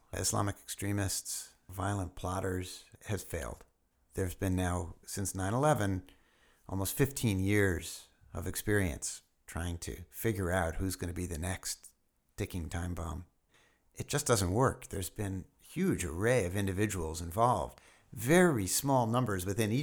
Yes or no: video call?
no